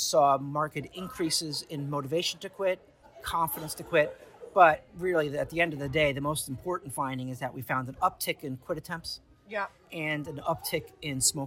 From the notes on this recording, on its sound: at the US E-cigarette Summit in Washington DC